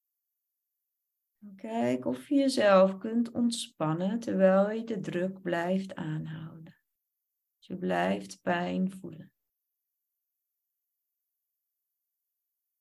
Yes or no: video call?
yes